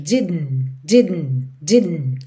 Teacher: É como se a gente tivesse aquele didn't, didn't, que a gente já viu aqui algumas vezes, que o segundo D já vai puxando o N para dentro